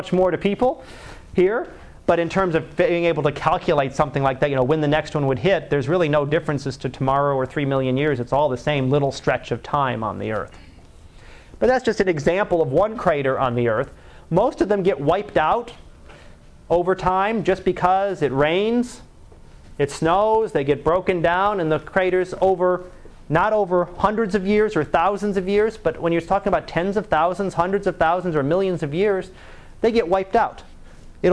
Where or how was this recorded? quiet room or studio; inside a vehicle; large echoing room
large echoing room